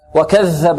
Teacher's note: الذال معجمة، تخرج من طرف اللسان مع ماذا؟ مع أطراف الثنايا العليا